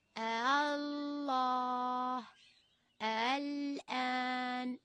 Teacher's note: يجوز تسهيل الهمزة الثانية بين الهمزة وبين الألف من دون مد، أي الله الآن.